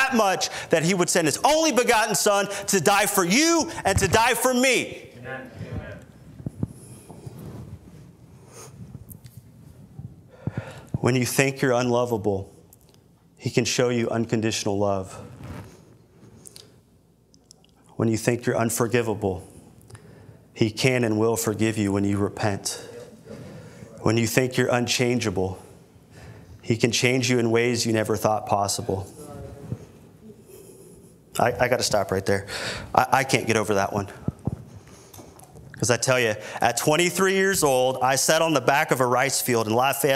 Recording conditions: large echoing room